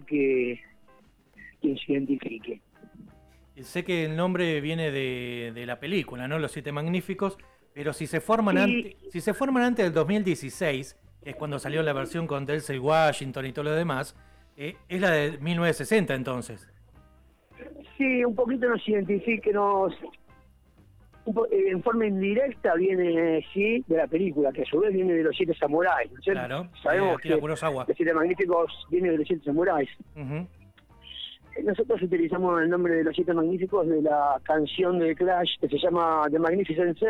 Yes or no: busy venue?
no